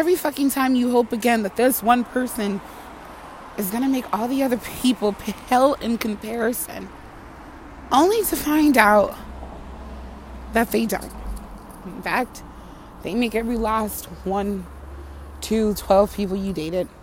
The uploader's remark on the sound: Just walking thoughts while I’m out and about.